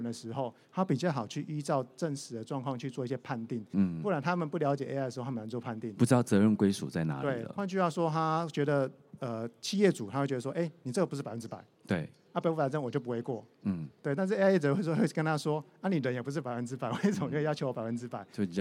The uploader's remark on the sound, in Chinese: 本集節目於2022年「台灣國際智慧製造系統整合展（TIIM）」展期間錄製